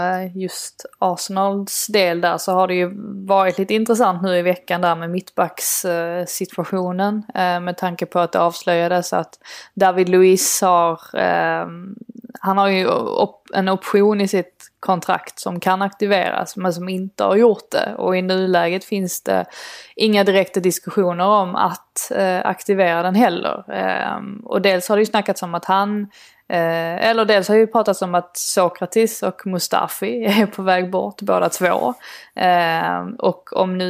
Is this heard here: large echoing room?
no